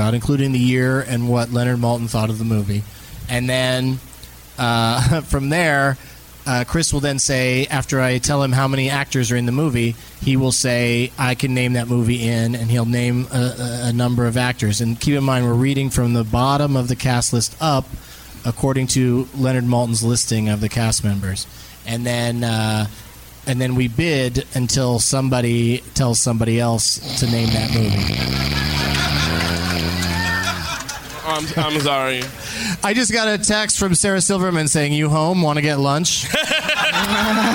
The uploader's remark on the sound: Live from Hyenas Comedy Club in Dallas, TX